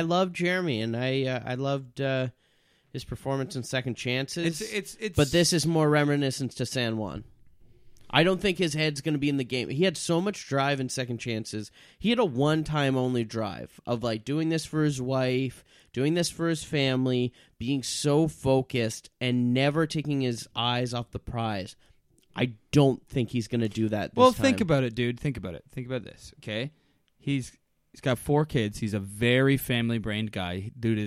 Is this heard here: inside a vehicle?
no